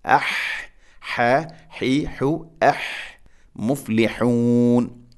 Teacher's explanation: ഹ തൊണ്ടയുടെ മധ്യഭാഗമാണ് ഹ എൻ്റെ മഖ്റജ്